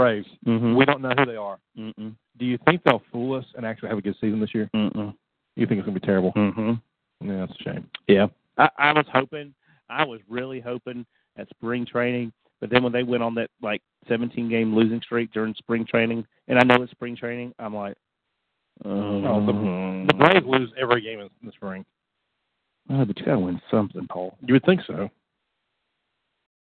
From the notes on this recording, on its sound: Call in Q & A show.